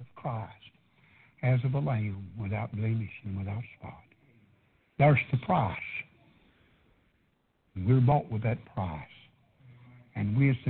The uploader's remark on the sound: PREACHED PRAYER BAPTIST CHURCH